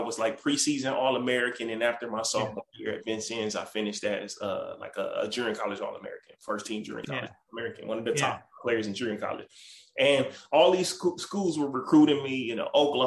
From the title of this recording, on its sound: Birthday Zoom